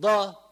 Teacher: في ناس قد يطلع معهم الضاد من اليمين، في ناس من اليسار، ومن اليسار أسهل وأكثر استعمالا، فلو قلنا ض. أما لو إنسان بده يجيب الضاد من الوسط يعني يقول ض ض، بتطلع معه كأن دال مفخمة ما بتطلع من مخرجها، فما بكون عم يلفظ الحرف بشكل صحيح.